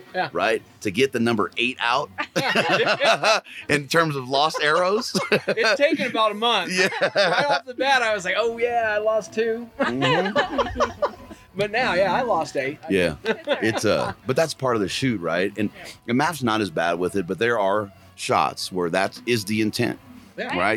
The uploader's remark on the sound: Mountain Archery Fest Live episode.